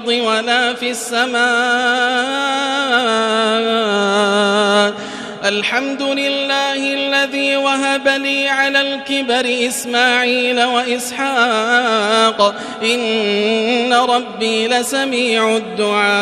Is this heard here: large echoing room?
yes